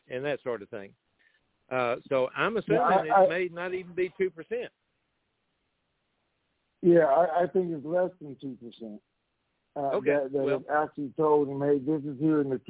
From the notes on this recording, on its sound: TNTSuperfantastic Conference Call